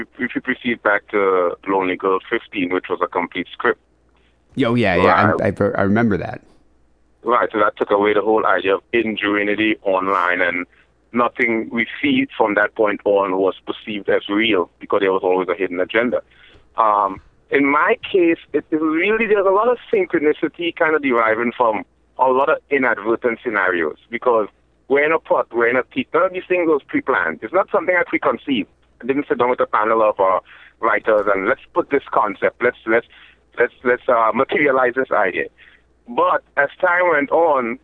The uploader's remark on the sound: Phone Calls.